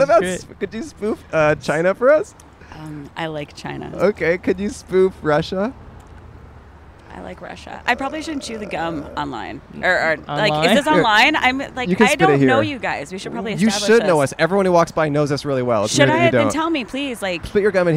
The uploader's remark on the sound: Recorded on Sunset Blvd in Hollywood, CA.